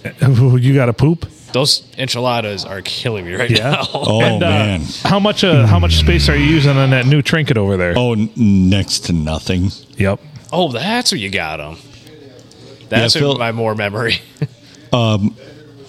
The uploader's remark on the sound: Recorded at the Blue Water Sports Bar and Grill. Things get wonky on dollar beer night.